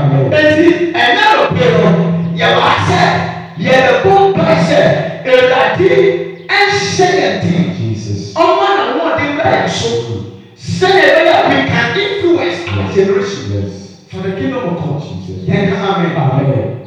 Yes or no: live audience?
yes